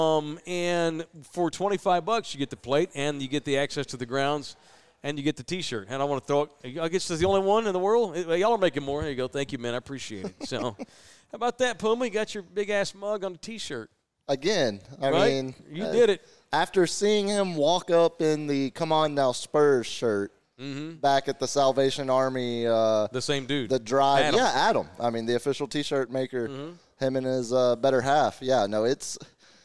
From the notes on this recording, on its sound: Live from Texas Cheer Liquor in San Antonio, TX.